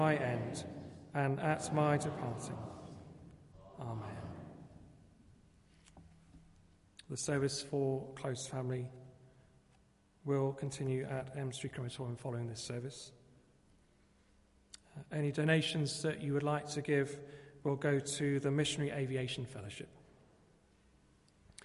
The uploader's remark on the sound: Christ Church, Bayston Hill (UK)